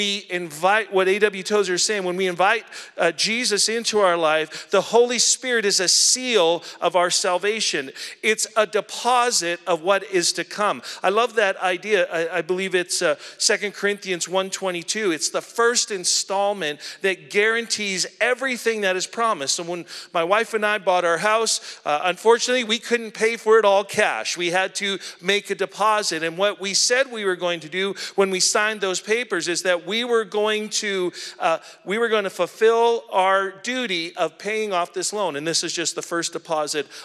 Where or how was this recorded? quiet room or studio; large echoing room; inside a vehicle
large echoing room